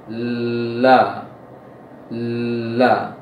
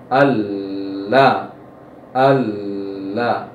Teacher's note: untuk lam ujung lisan itu, sisi ujung lisan ya, sisi ujung lisan di ujung ini saja, dari sisi kiri sampai ke kanan melebar di gusi dalam, berarti di gusi tempat tumbuhnya gigi atas.